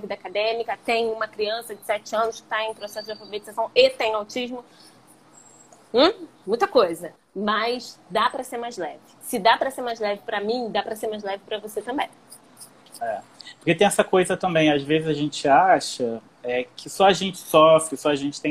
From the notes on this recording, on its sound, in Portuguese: Esse episódio é o áudio da live do Instagram